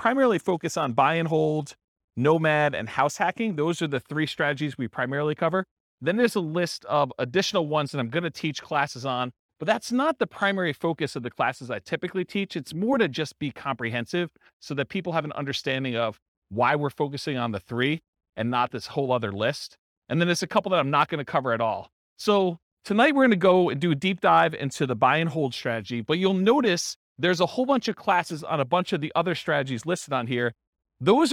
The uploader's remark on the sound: This was a live class recorded